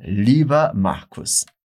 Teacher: Quando for do gênero masculino, usamos liba com er no final, que junto tem som de a